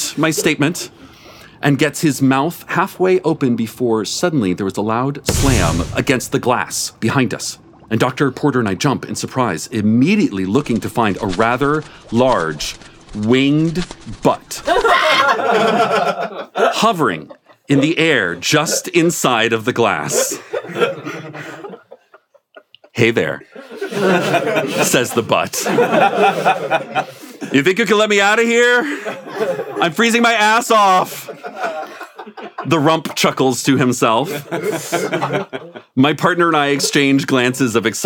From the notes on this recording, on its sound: in front of a live audience